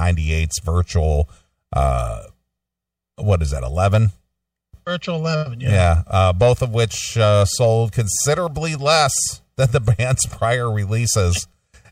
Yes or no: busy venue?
no